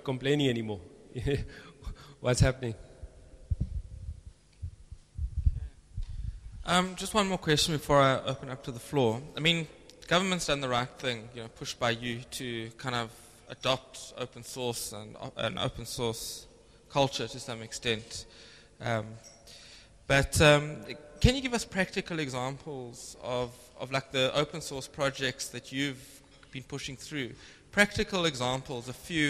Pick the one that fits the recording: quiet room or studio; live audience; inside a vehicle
live audience